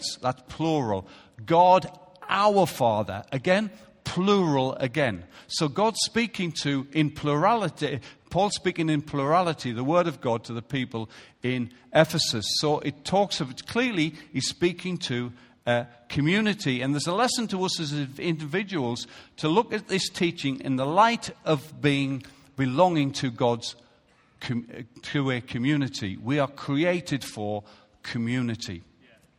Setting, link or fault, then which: setting, large echoing room